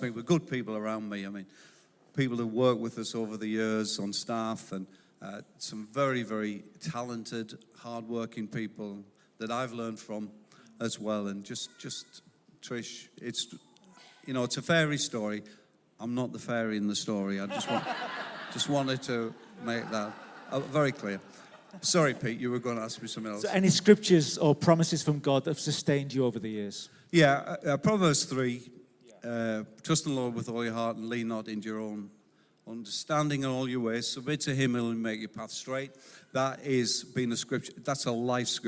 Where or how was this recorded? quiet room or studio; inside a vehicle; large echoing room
large echoing room